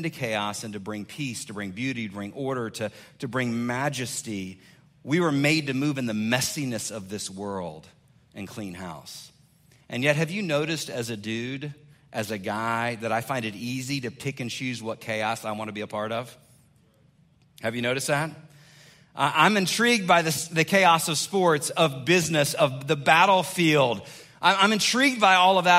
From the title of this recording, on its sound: 2021 Man Up Conference Speech